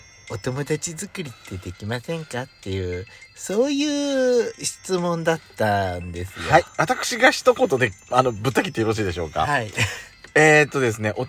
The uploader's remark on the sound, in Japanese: 2人組。パーキング収録。